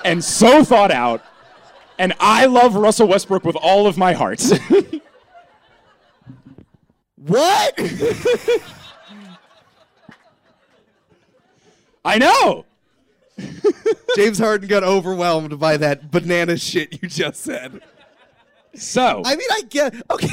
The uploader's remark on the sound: Live from Houston